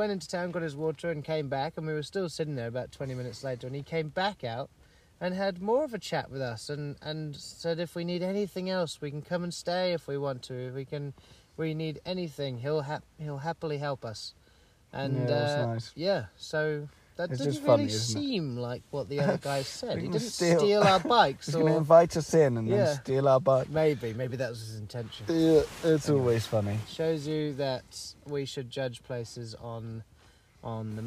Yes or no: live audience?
no